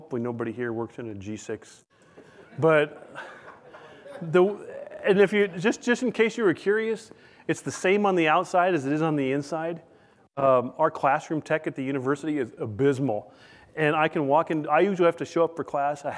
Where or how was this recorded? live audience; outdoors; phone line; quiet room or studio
live audience